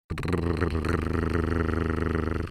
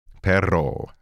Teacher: you can hear the tip of the tongue flapping off the roof